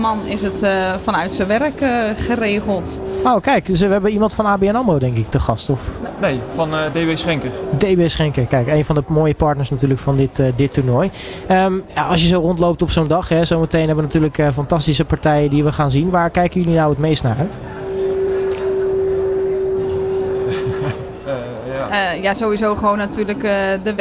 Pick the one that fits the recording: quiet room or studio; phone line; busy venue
busy venue